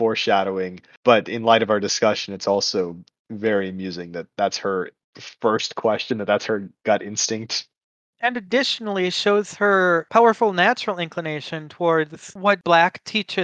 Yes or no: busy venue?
no